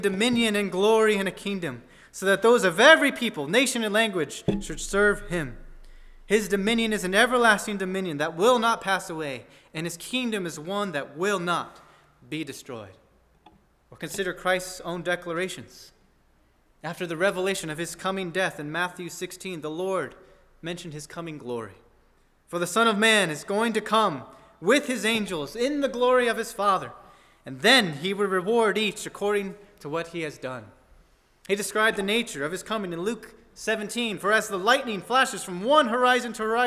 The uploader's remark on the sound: at First Baptist Church in Delphi, Indiana